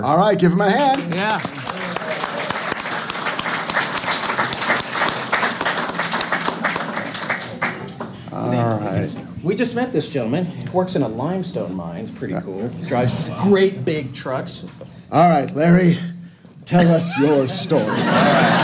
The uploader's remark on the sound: Tales from Monster Fest 2023. A packed and exciting ballroom full of vendors. Live taping in front of an audience.